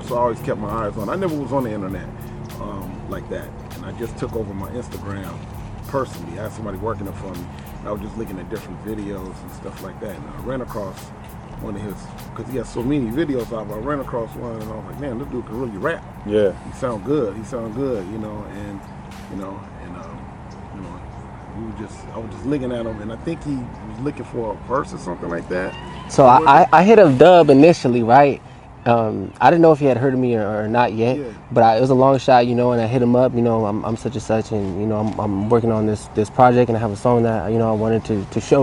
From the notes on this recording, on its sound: Recorded at Capistrano Park in Oceanside, CA.